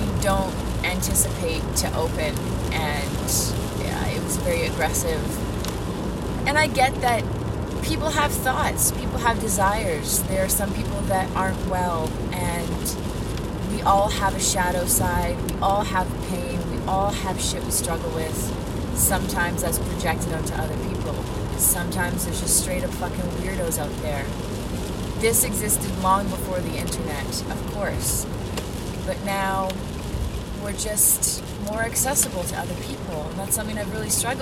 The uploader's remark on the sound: part of it is me driving, drinking coffee, lost in my car.